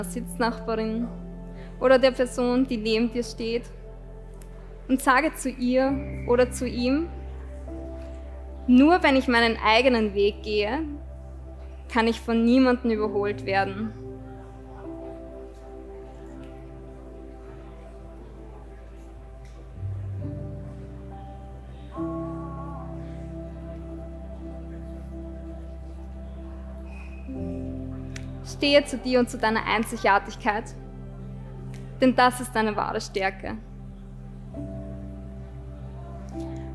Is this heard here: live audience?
yes